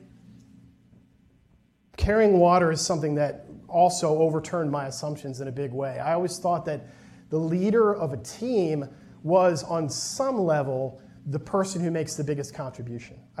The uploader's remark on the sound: A presentation from the recent Wharton Leadership Conference.